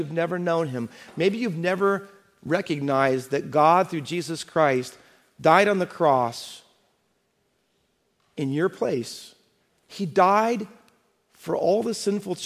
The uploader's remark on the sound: Faith Baptist Church in Hamilton, NJ.